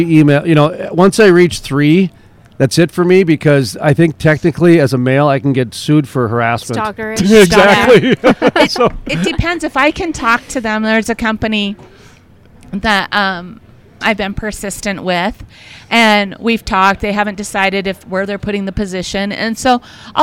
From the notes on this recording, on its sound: live from the Permian Basin Association of Pipeliners Annual Cookoff in Odessa, Texas